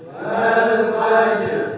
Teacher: Jadi ro-nya di sini tebal, Bapak. Ya, tebal. Bibirnya maju, Bapak.